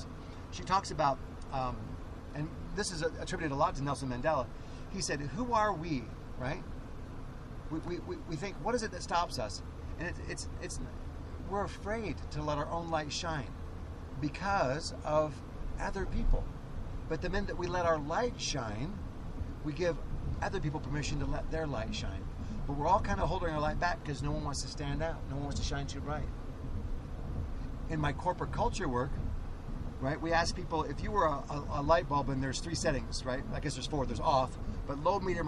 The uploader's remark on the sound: So there I was in the back of a Tahoe getting to record a podcast